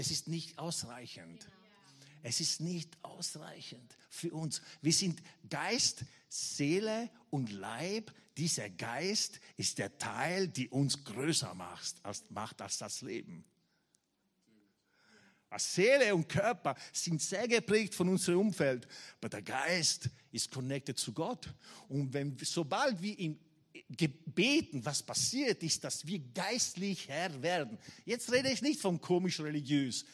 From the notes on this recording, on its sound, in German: Gottesdienst live aus der LIFE Church Wien.